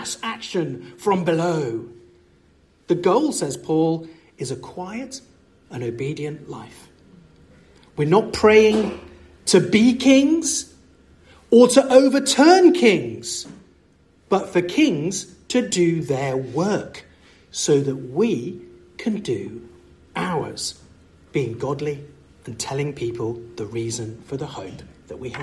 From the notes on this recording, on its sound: from the 2023 Fellowship of Word and Spirit Conference